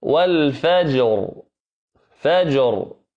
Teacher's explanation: والفجر فجر فخمناها لأن ما قبلها ساكن فما قبلها مفتوح. وليال عشر كذلك تفخم.